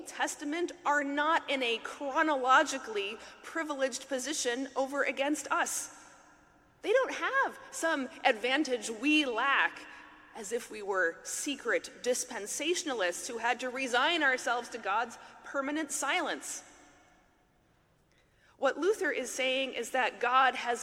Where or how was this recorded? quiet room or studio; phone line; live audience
live audience